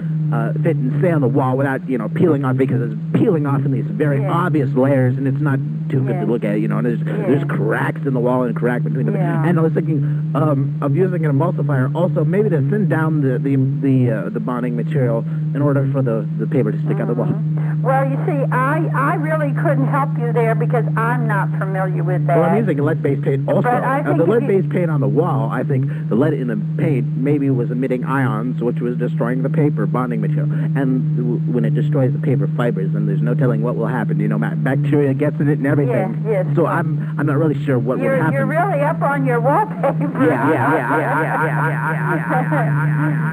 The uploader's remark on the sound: Prank Phone Calls